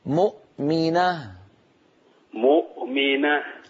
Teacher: تجعل الهمزة مقلقلة والهمزة ليست من حروف القلقلة